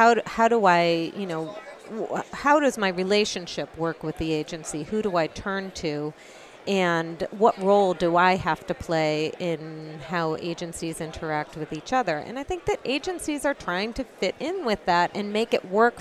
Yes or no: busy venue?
yes